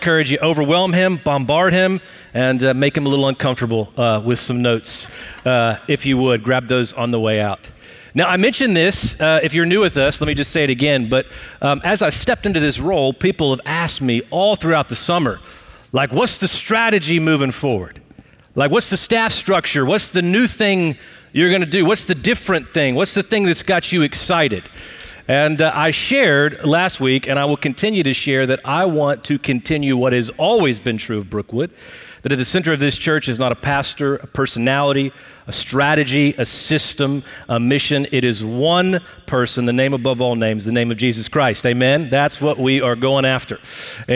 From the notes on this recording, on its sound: Recorded live at Brookwood Church on 08 .27.2023.